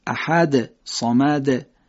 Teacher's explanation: اون دال رو یه حرکتی بین فتحه یا کسره بهش میدیم تا دال خوب شنیده بشه · Term: قلقله